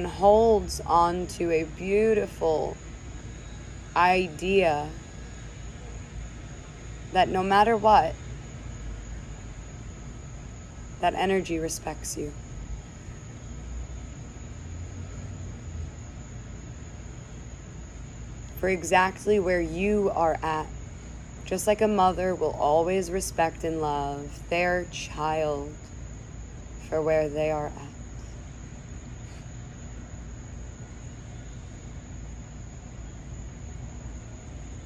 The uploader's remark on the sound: This was a recorded meditation for a 1:1 client of mine back in the fall of 2021. This was recorded in my childhood backyard located in NYC, so prepare to hear some everyday human life noises alongside this guided meditation.